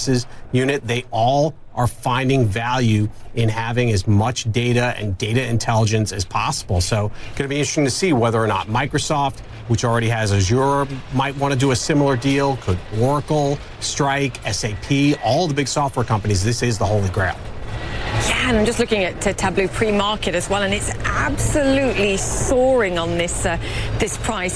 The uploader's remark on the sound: live from the New York Stock Exchange